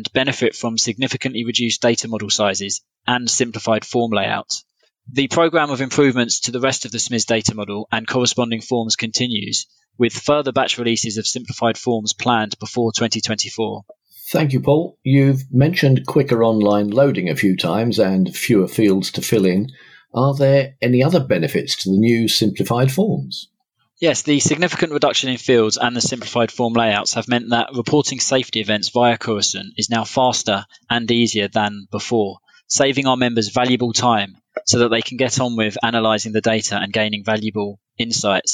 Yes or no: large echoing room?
no